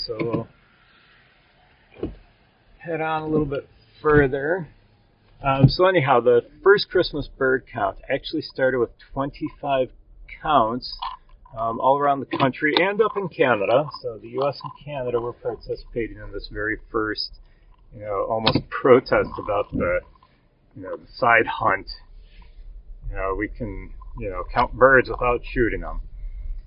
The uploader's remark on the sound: I apologize for the poor sound quality of this episode. Between the noisy snow tires, the mike rubbing against the mirror and the road noise around us, it was difficult to edit all the background noise out. I am working on better methods of recording in the car.